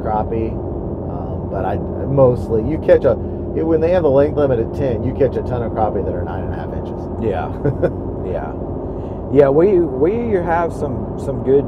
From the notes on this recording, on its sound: Recording from our truck